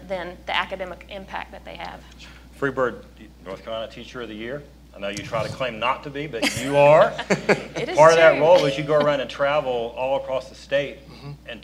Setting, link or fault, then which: setting, busy venue